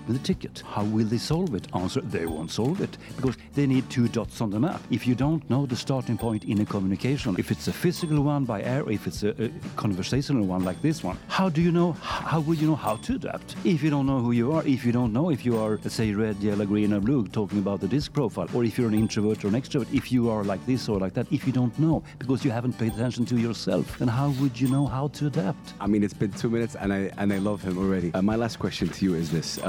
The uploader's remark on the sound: Live at SIBF 2023. On the sidelines of his talk.